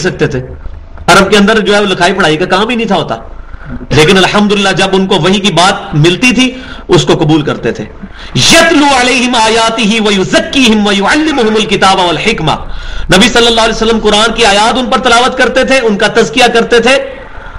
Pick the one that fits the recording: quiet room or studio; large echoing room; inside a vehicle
large echoing room